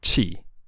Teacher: pronounced with a fourth tone in Mandarin, a falling tone that sounds a little bit like you're saying it whilst putting your foot down